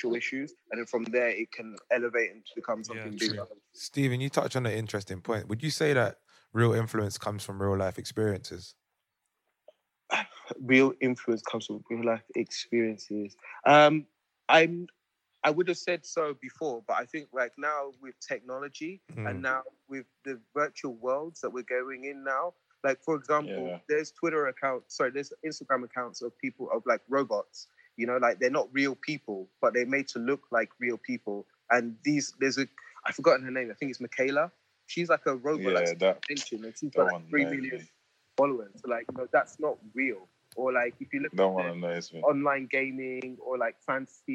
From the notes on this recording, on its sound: Away in Ghana, join the conversation via phone.